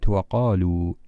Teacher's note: في كلمة وقالوا إذا وقفنا عليها فإن الواو فيها يمد مدا طبيعيا، ولكن إذا أوصلناها بما بعدها وقالوا إن هي إلا حياتنا، فبسبب مجيء الهمزة بعد الواو سنمد الواو مدا طويلا.